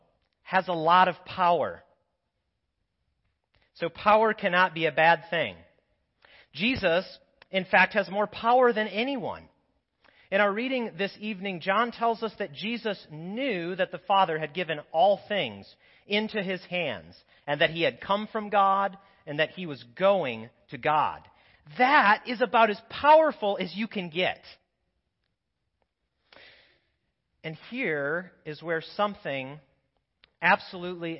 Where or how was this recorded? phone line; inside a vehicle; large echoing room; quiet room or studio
large echoing room